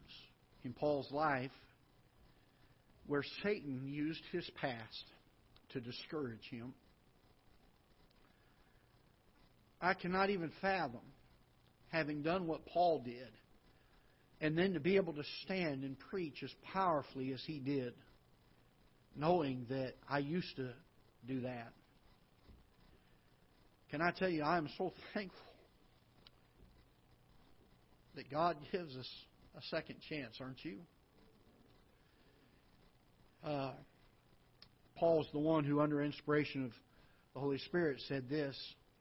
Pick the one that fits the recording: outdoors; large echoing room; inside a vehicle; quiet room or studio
large echoing room